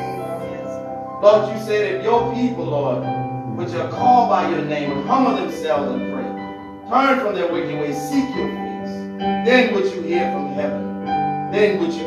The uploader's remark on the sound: This message was recorded at "Divine Mission House Of Prayer